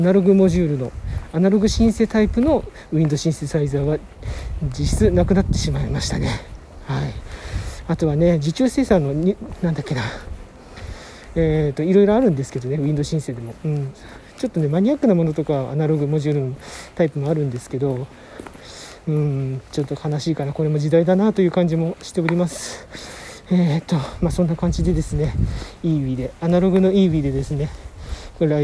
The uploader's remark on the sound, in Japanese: 歯科帰り お外収録。